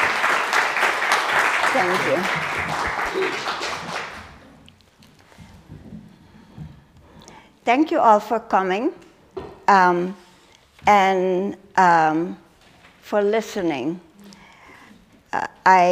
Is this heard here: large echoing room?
yes